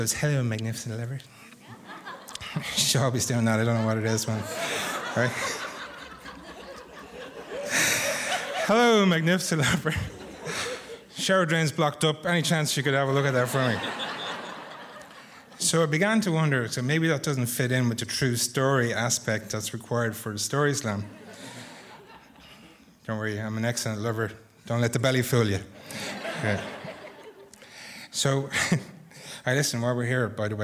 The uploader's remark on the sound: Featuring the first half of The Dublin Story Grand Slam recorded live onstage at The Abbey Theatre. Recording was by Gansee Films.